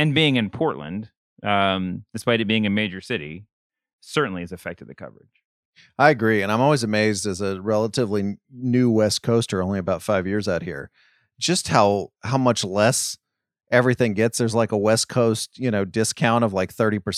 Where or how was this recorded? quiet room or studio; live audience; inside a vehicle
quiet room or studio